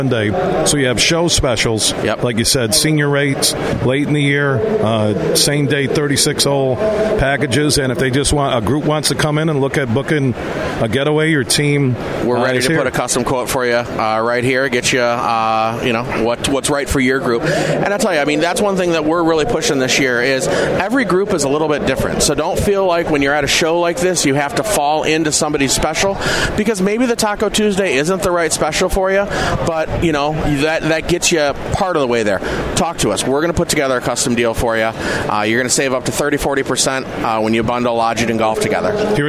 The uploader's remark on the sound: Today, we're broadcasting live from the West Michigan Golf Show inside of DeVos Place in Downtown Grand Rapids.